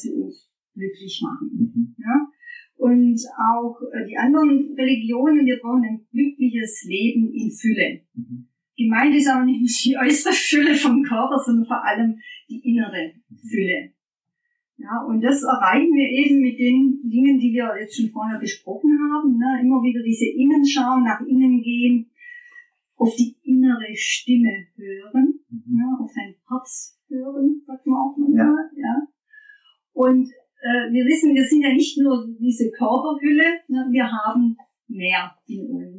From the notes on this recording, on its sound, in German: Achtung schlechter Ton - da ich die Folge nicht nochmal aufnehmen kann